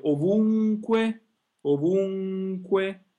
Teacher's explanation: la N seguita da K, viene assimilata alla K, cioè viene pronunciata nello stesso punto dove viene pronunciata anche la K, quindi le due consonanti vengono pronunciate insieme, non vanno più divise, non NK, questo sarebbe un errore, bensì NK, NK.